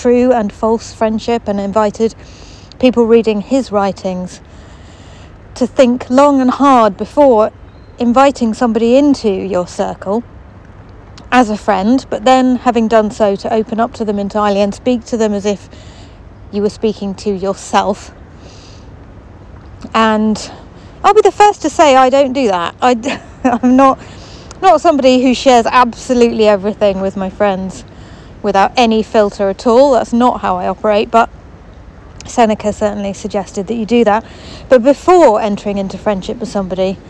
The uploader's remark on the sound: Walking around the park behind the hospital